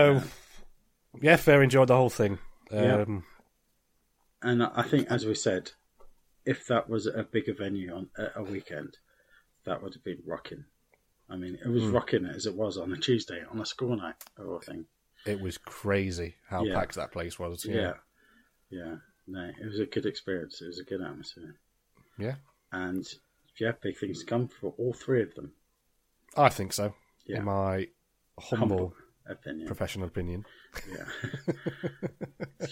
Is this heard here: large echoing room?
no